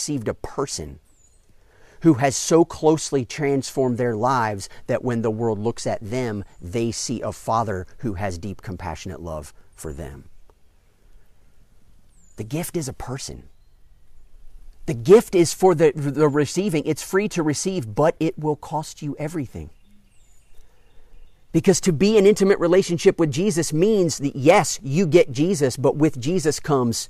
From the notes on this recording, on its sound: during an outdoor worship gathering